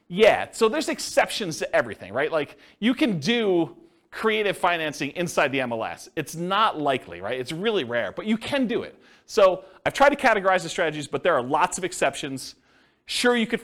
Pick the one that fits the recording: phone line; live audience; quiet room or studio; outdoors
live audience